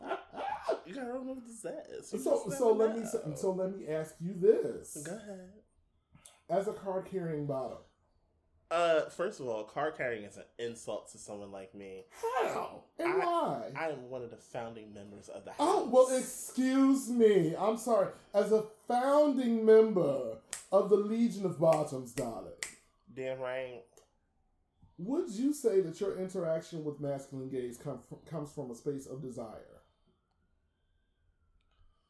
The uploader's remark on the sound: Technical difficulties.